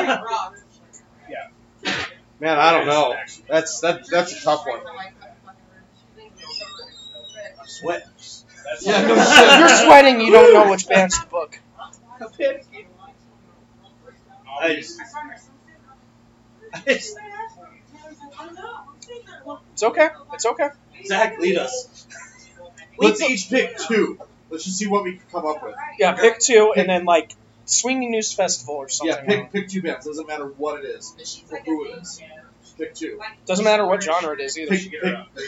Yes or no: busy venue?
yes